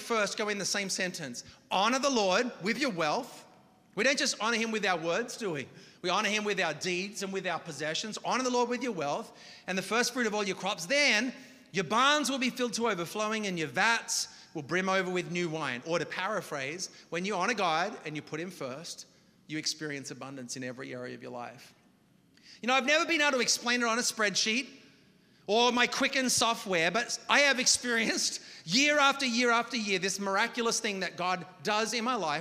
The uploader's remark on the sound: preached this message on October 29th at our Union Square Community